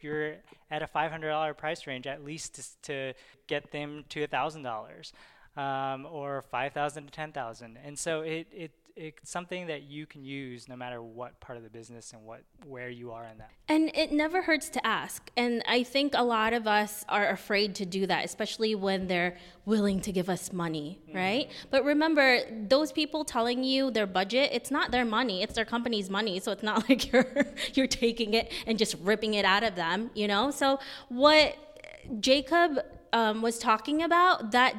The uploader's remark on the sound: As well as a live Q&A from our amazing listeners. A Q&A with our live audience.